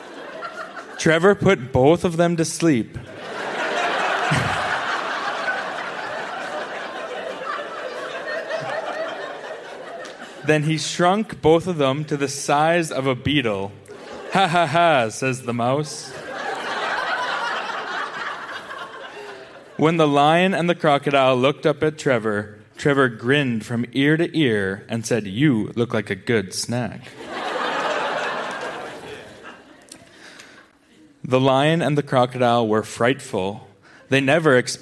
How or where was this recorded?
live audience